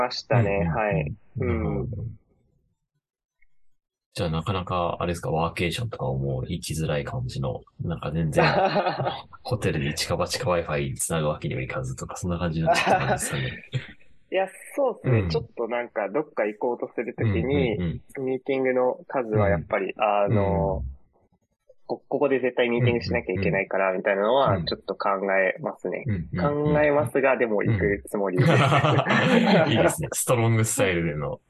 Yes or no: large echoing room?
no